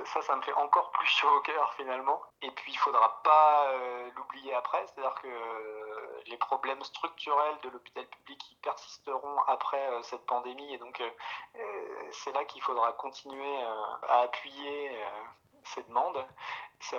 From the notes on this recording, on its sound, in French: il et elle racontent au téléphone